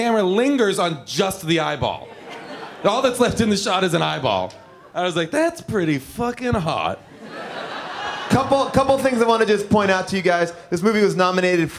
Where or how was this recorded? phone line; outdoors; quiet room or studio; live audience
live audience